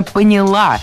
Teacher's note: В этом глаголе ударным должно быть окончание «поняла».